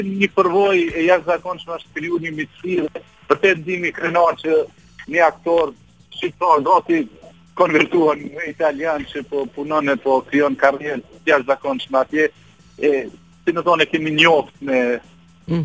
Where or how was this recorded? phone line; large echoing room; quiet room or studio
phone line